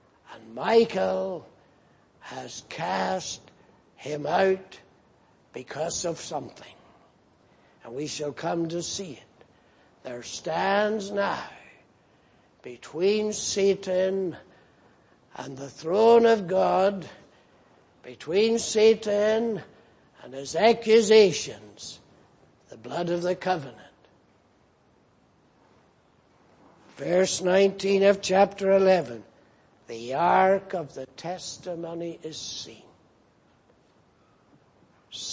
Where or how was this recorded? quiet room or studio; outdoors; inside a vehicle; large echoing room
large echoing room